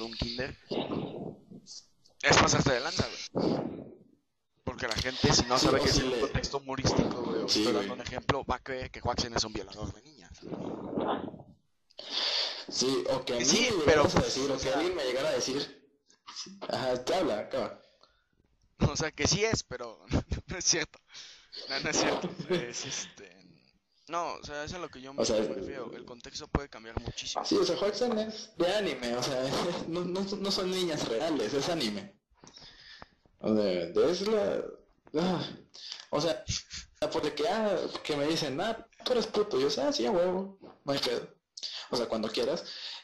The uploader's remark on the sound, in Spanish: Lamentamos el Audio fallo.